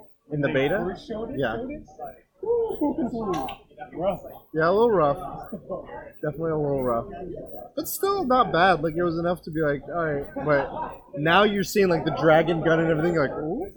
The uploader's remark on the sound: apologies for the audio quality, couldn't fix it in post and we just had to work thru it.